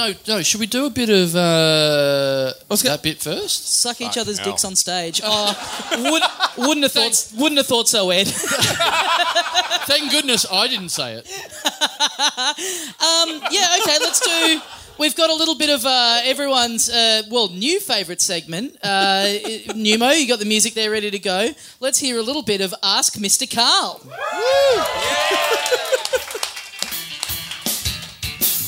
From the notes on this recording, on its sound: Recorded LIVE at The Main Bar in Ballarat.